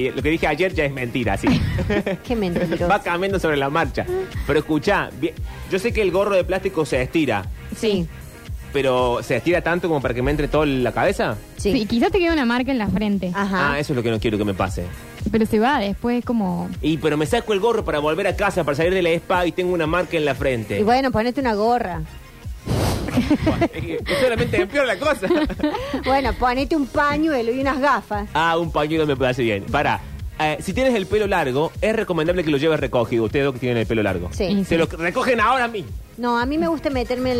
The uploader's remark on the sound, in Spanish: llama por teléfono